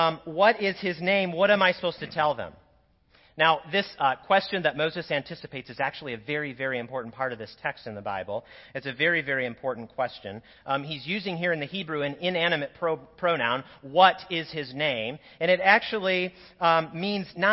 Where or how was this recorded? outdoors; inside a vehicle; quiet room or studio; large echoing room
large echoing room